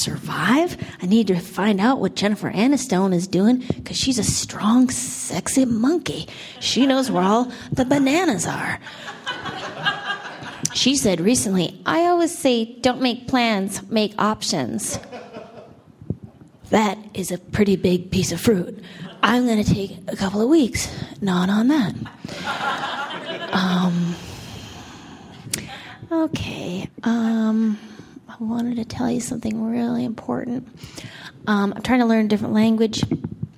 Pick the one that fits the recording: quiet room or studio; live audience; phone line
live audience